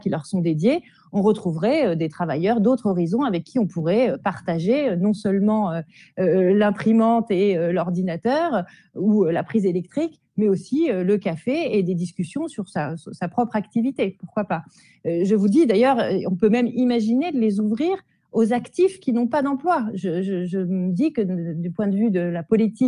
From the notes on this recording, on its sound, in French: Lors d’une rencontre en visio.